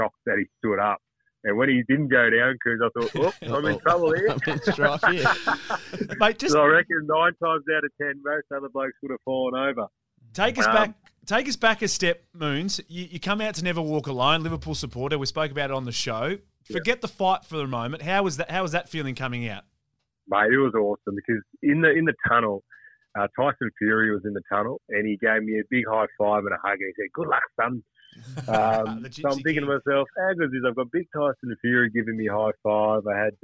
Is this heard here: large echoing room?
no